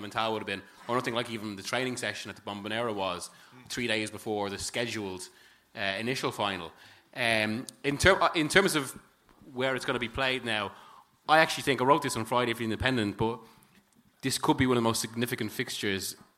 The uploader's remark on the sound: Live In Dublin. The entire audio recording from our event in Dublin on Monday 3rd December.